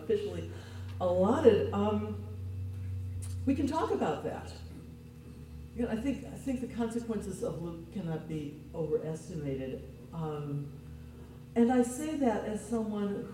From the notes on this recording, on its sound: This podcast was recorded on April 30, 7:30 PM at Temple Sholom in Springfield Ohio.